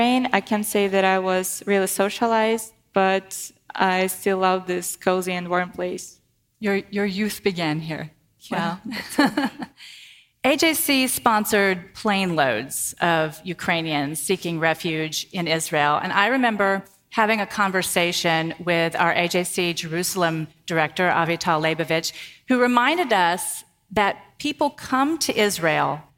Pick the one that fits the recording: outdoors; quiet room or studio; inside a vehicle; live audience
live audience